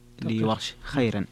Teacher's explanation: خيرا فيها ترقيق الراء لورش